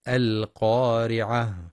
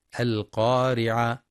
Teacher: والصواب إتمام الهاء وهمسها · Shown in: first take